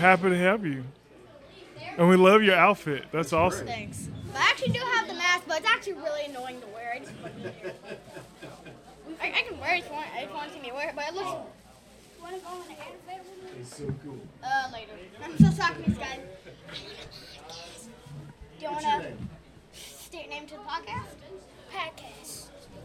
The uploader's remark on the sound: Live from Covington Comic Con